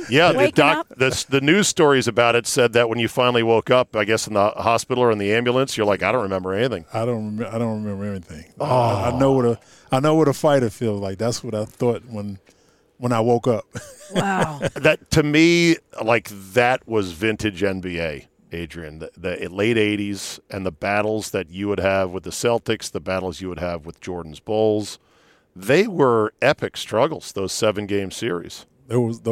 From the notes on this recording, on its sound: outside the Palm in Tysons Corner